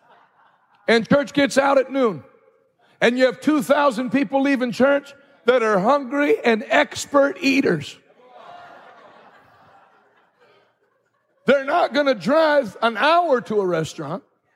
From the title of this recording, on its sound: Live from Hope Church St. Louis Day 2